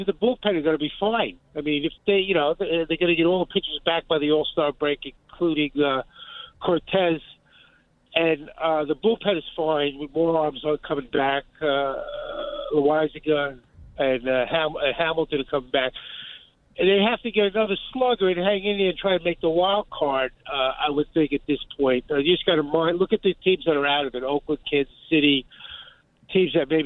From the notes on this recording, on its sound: she takes a TON of your calls